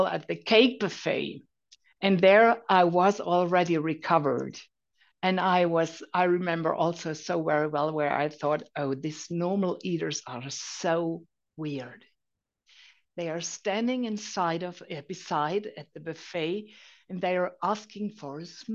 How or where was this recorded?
video call